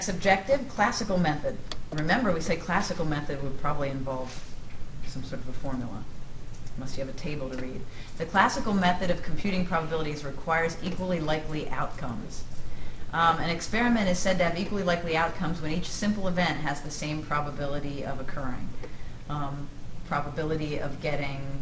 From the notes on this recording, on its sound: This is a recording in front of a live classroom.